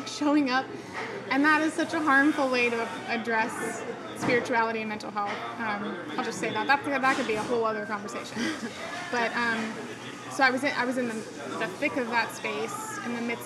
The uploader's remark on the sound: Unfortunately, the audio turned out a bit shabby in this episode. The sound of the espresso maker, neighboring chit chat, and overall coffee shop vibes.